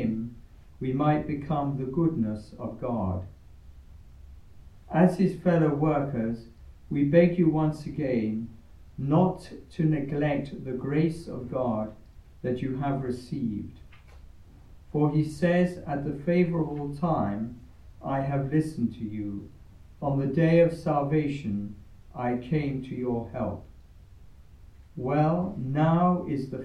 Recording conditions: large echoing room